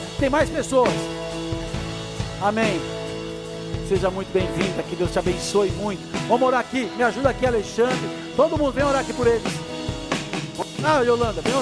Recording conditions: large echoing room